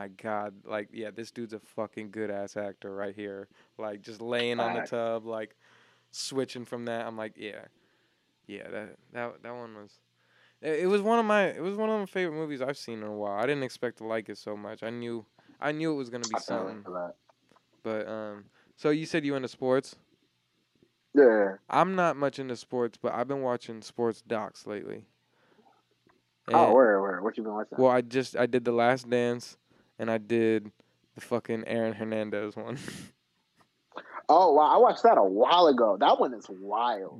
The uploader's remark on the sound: Another phone-call interview with a talented guy out of Detroit.